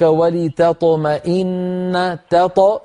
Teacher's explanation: نرقق التاء ونفخم الطاء